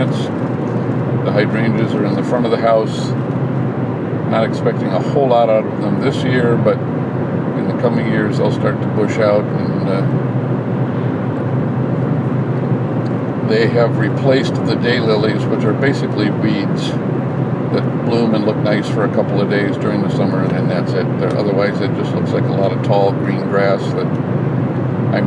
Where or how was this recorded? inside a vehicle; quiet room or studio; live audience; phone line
inside a vehicle